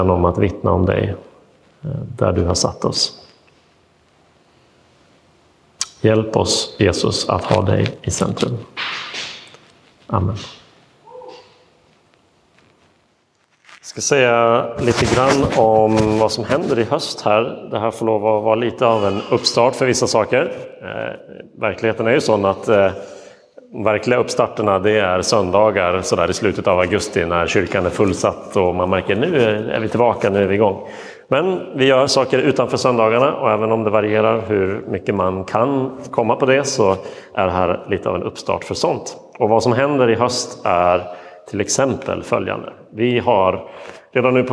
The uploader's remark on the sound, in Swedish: Inspelad i Roseniuskyrkan den 31 augusti 2022.